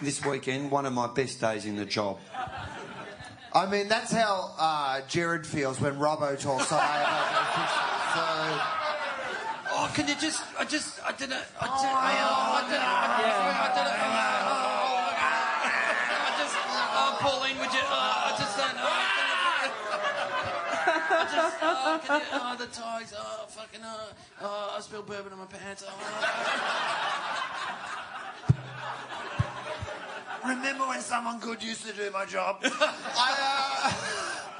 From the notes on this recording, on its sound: Live Post Grand Final Event. The 2nd annual post Grand Final live event.